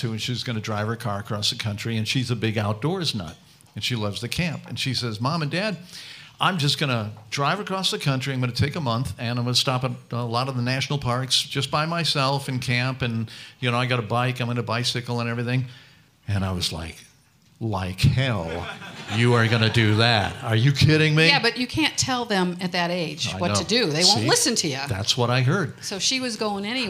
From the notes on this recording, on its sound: We playback our unforgettable live show at the iconic Music Box Supper Club in Cleveland. All recorded live for your entertainment.